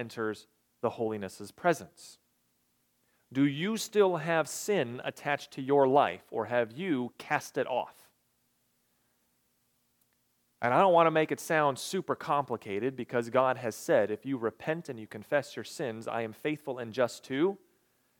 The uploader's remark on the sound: recorded on July 23, 2022, at the Ringgold Seventh-day Adventist Church.